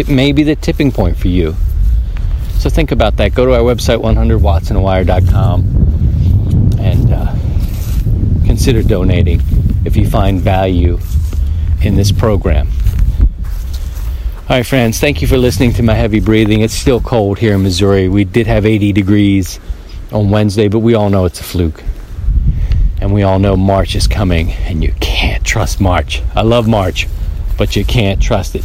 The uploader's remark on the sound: Walk and Talk • Mobile DX. We head back to the field for the old walk and talk.